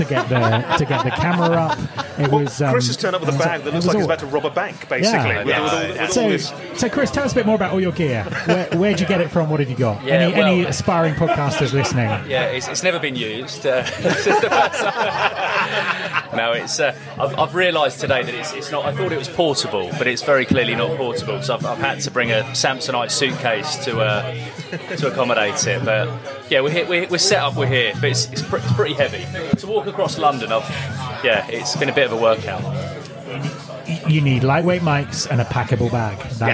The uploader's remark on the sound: At The Three Tuns Pub in London. Apologies for the audio quality, but we were in a pub after all!